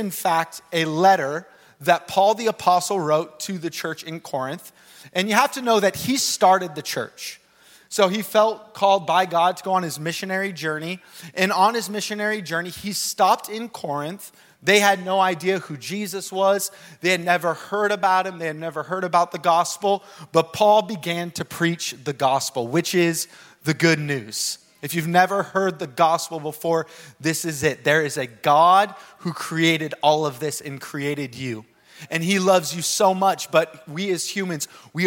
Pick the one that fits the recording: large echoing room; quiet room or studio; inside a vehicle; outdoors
large echoing room